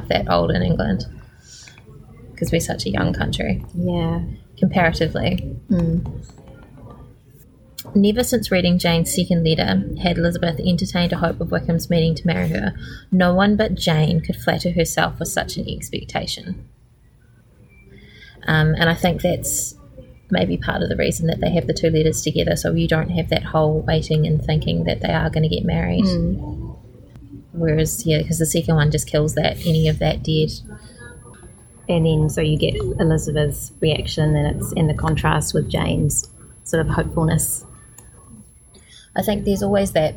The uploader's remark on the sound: Coming to you from the National Library of New Zealand. Lots of background noise!